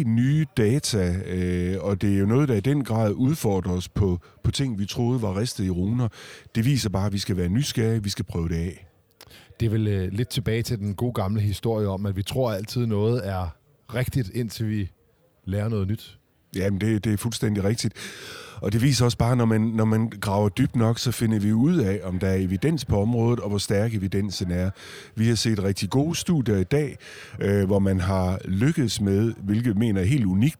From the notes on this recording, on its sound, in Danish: Forskningssymposium 2022. Denne gang helt fremme på scenen, hvor vi med vores podcastudstyr fangede alle talerne.